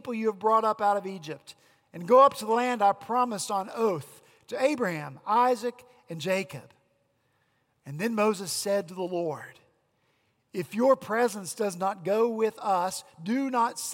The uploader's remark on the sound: At Redeemer Presbyterian Church in Charleston, SC.